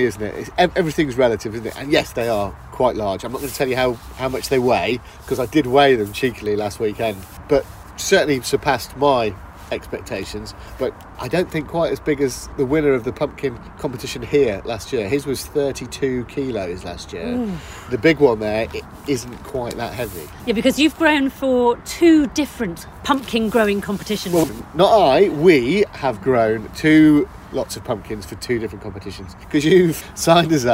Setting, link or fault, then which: setting, outdoors